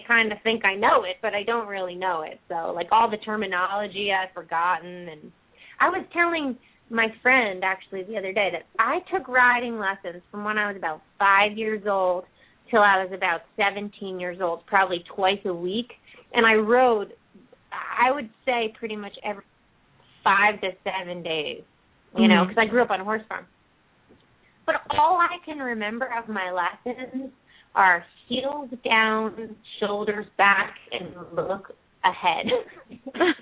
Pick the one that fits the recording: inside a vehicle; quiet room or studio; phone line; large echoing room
phone line